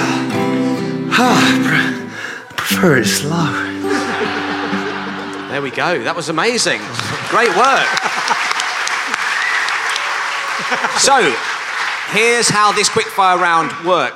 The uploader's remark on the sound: Return to the glorious Mach Comedy Festival for a noisy and fun-filled flatslam. Featuring out of tune singing, high intensity sound effects.